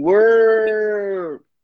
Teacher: A gente tem que puxar o R mesmo, como se fosse lá do interior de Minas Gerais